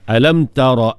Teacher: Ara tu tak panjang kan, pendek kan, tak ada mat di situ. Alam tara an, dengung bagi cukup.